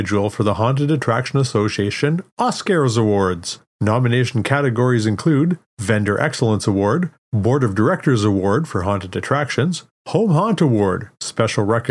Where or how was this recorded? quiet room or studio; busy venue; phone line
quiet room or studio